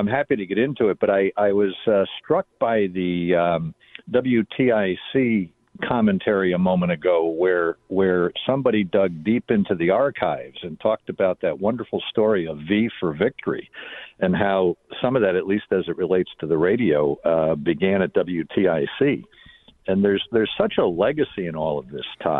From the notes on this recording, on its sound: take phone calls